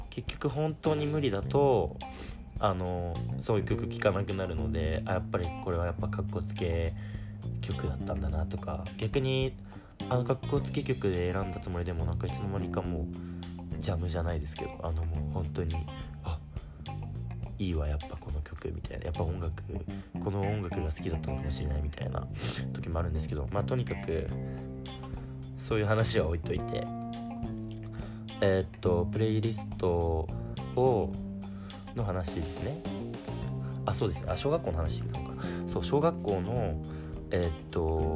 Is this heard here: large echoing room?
no